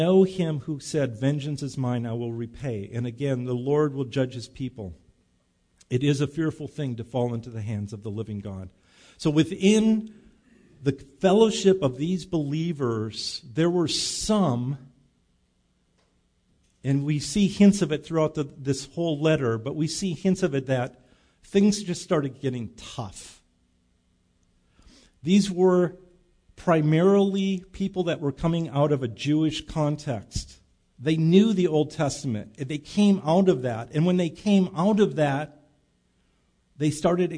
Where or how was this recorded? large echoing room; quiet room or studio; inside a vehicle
large echoing room